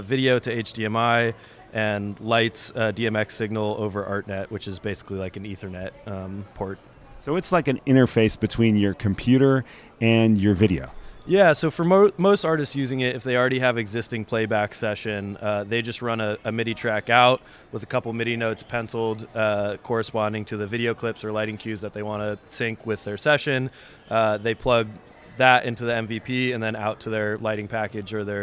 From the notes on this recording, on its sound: Reporting live from SXSW!